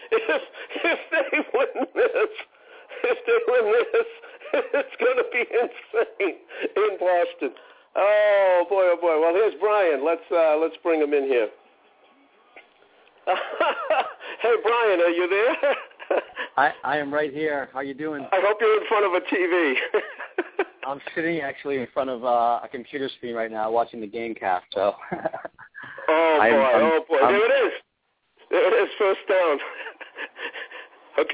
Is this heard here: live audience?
no